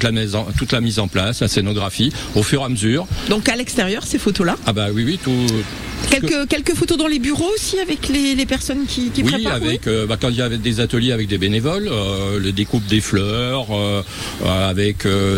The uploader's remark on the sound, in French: En direct de La Gacilly pour le festival photo édition 2023